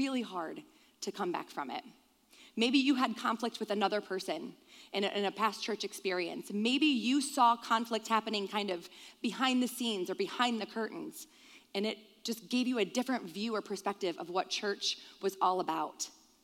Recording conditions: large echoing room